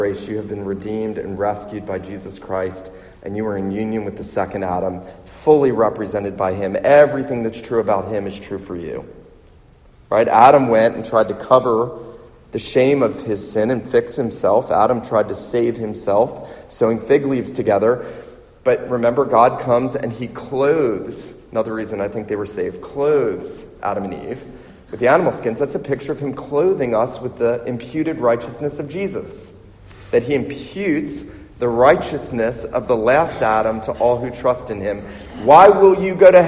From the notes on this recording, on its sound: This sermon was preached at the Surfside PCA missions conference in Myrtle Beach, SC